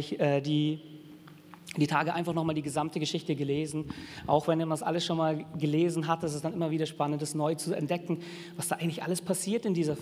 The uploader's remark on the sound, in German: Sonntagsgottesdienst